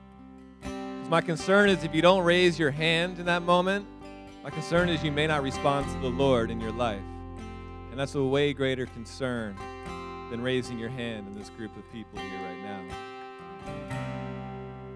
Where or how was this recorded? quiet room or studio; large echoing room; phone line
large echoing room